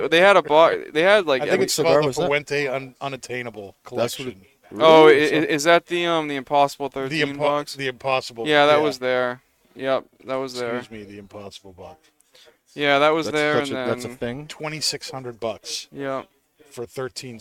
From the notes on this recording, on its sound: Recorded live from the 7-20-4 Lounge!